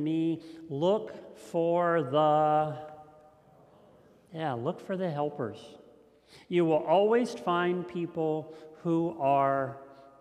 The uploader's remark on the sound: This message was first preached on May 30th 2021 at Linglestown Life Church in Harrisburg PA.